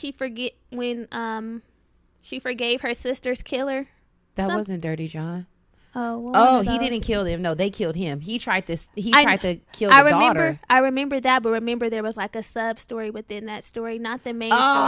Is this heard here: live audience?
no